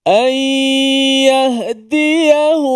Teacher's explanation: Hukumnya adalah idgham ma'al ghunnah. Ay, suara keluar di bahagian hidung, suara gunnah itu, dan mulut kita masuk pada huruf ya.